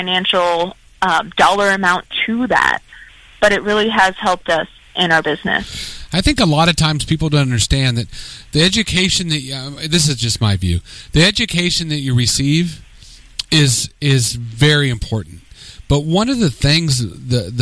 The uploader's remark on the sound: joins us on the phone!